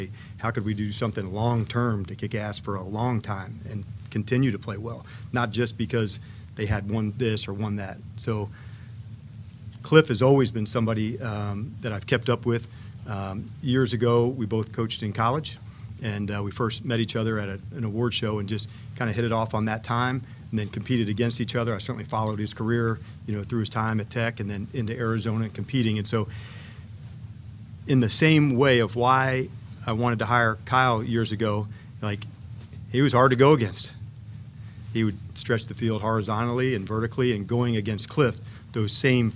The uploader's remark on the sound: Intro Presser LIVE From Ashburn